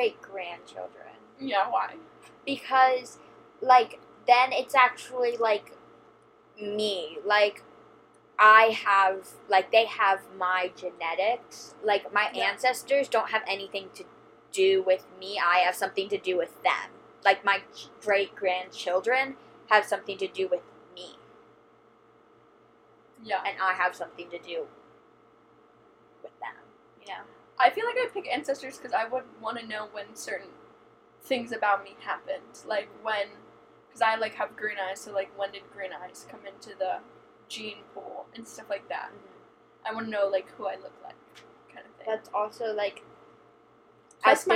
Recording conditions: background noise